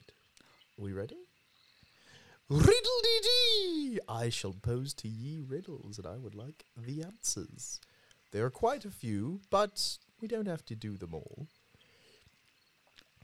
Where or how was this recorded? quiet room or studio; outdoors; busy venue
outdoors